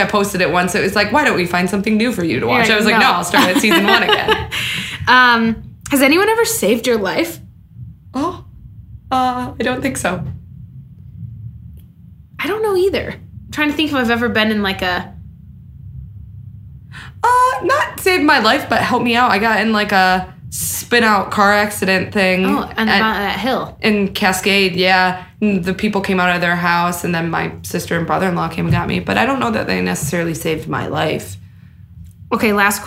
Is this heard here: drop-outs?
no